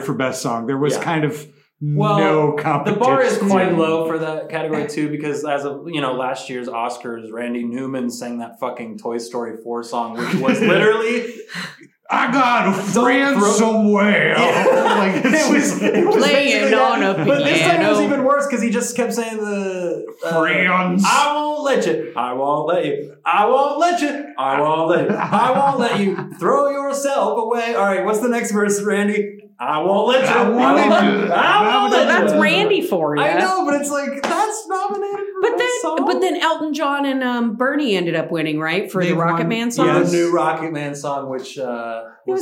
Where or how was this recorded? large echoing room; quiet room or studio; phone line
large echoing room